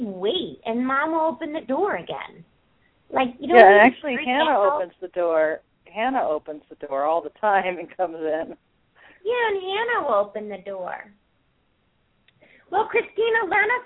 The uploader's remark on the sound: Open up the lines for listeners to call.